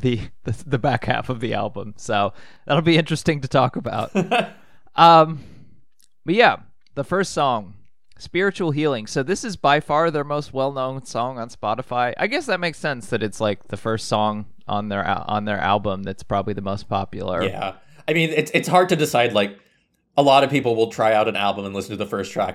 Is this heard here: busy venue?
no